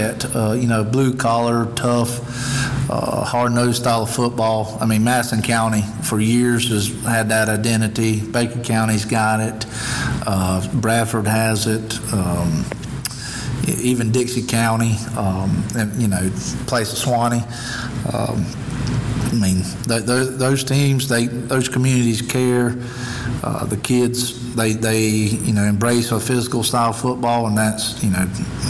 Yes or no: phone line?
no